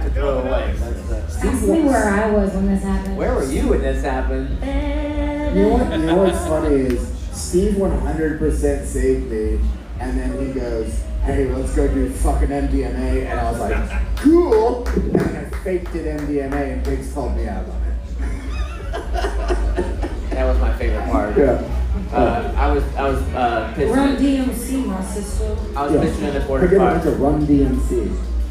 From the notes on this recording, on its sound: For the first time in the history of the pod, the gang records live in front of an audience of tens at …’s Banditos bar in Mexico.